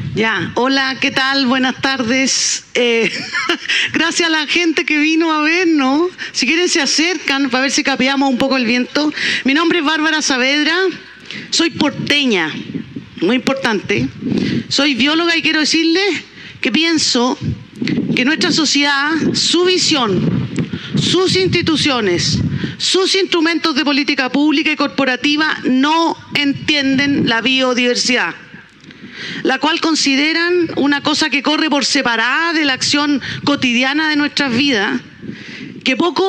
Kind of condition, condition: setting, busy venue